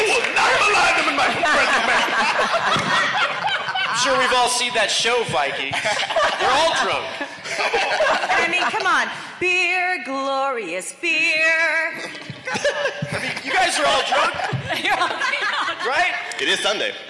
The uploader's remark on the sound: We have the audio from the Unnecessary Debates at LACC! Los Angeles 2019.